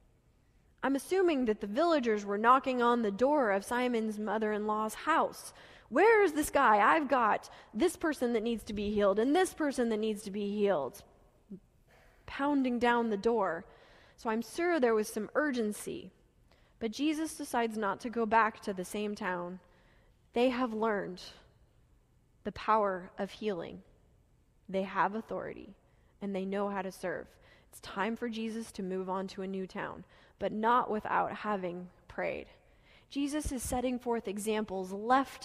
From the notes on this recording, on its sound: Delivered during the Gathering worship service